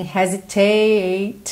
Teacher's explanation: então esse tate ganhou aí um peso extra